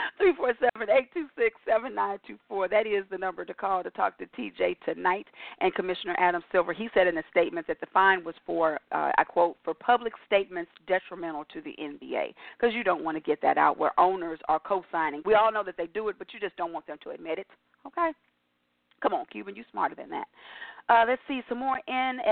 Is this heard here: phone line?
yes